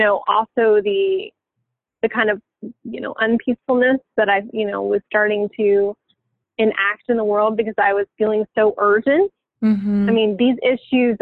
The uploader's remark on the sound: we had a phone conversation